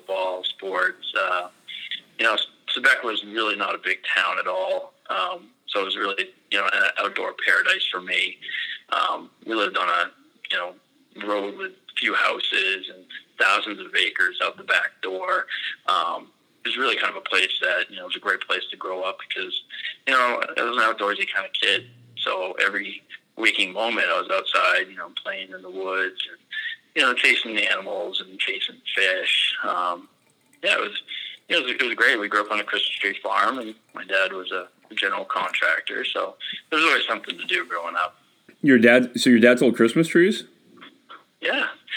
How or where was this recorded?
phone line